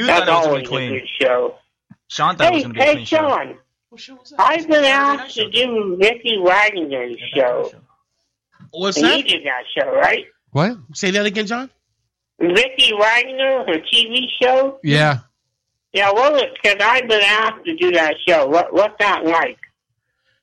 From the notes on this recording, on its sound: Phone calls.